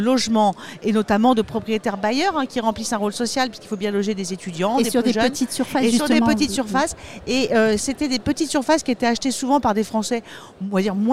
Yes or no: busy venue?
yes